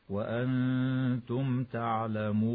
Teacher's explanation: ويجوز وقفا في الواو القصر والتوسط والإشباع